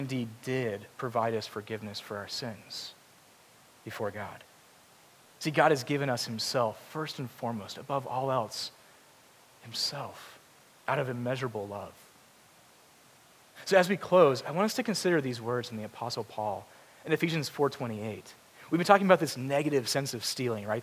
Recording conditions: large echoing room